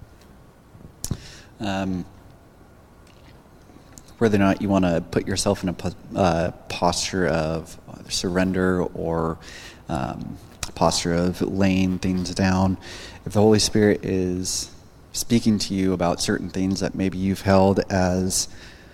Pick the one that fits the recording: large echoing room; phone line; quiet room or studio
large echoing room